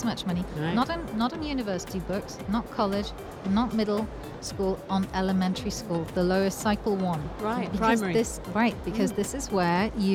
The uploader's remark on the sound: Live from SIBF 2023